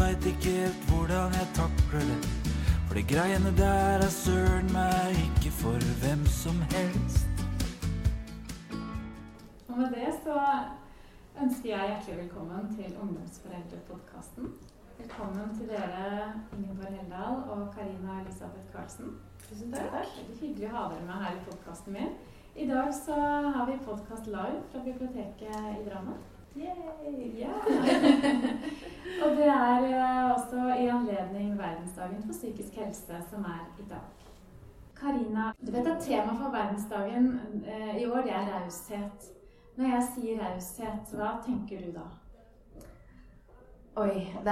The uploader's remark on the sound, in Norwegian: På biblioteket i Drammen. Beklager litt dårlig lyd i denne episoden. Det tekniske utstyret på biblioteket sviktet desseverre, så da er det litt bakgrunnsstøy og en pipelyd de første 5 minuttene- men litt bedre etterhvert.